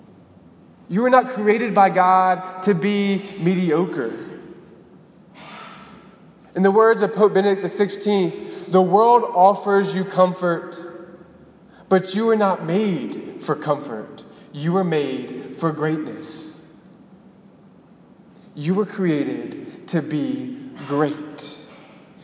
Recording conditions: large echoing room